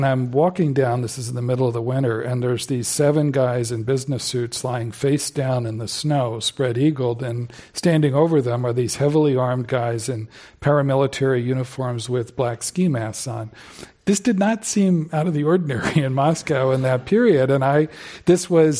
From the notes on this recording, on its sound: This program was recorded in front of a live audience at The Commonwealth Club in San Francisco.